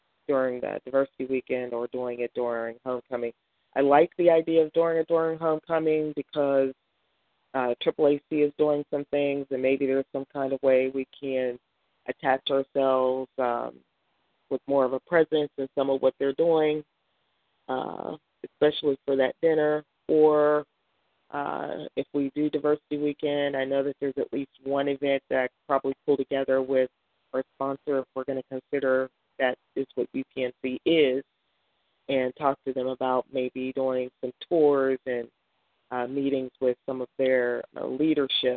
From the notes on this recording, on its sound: June 2016 EC Conference Call